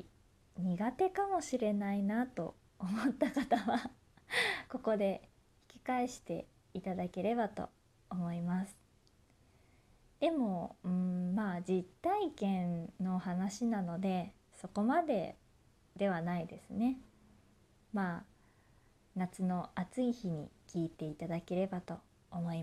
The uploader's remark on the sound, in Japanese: 自宅でスマホによる収録のため様々な騒音が収録されています。